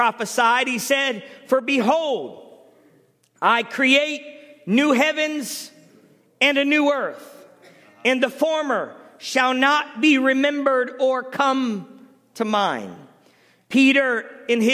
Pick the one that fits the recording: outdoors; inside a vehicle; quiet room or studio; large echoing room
large echoing room